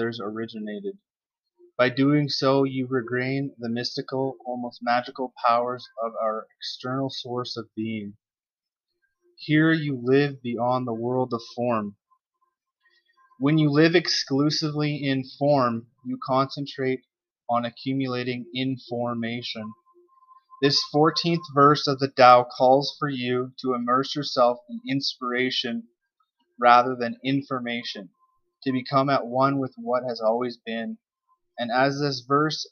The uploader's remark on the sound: apologies for the audio quality